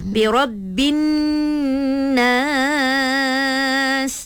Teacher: Bila dengung tu dua harakat lah. Dua harakat.